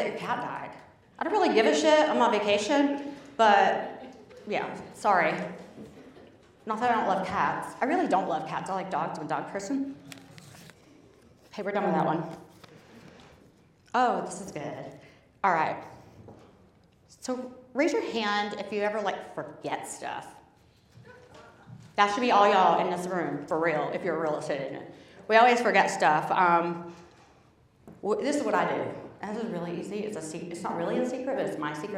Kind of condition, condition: setting, live audience